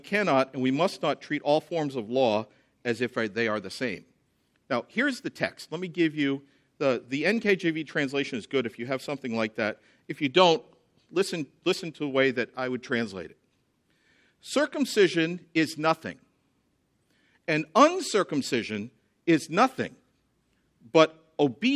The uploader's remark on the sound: at the Founders "The Law and The Gospel" national conference in Cape Coral, Florida